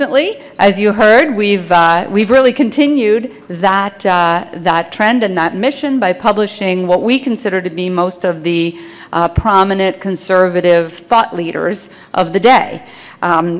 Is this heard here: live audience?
yes